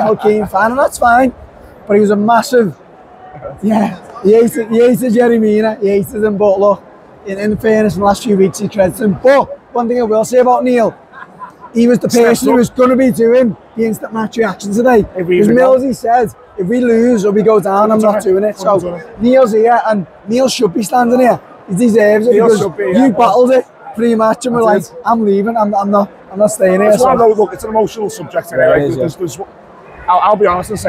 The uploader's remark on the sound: Live from Goodison Park